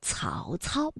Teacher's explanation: 曹操呢是舌尖要抵住上齿背来去发音的